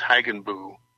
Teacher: they dropped that K sound, or the CH German sound. So it was pronounced Hagenbuch.